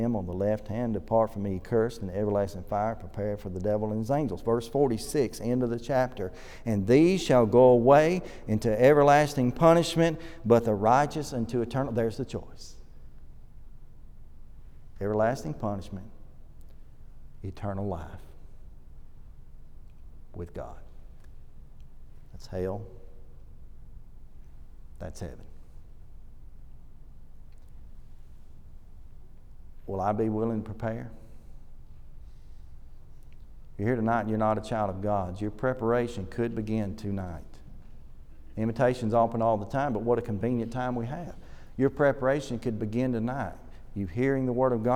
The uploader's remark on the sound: This lesson was delivered at the Oneonta church of Christ during their summer series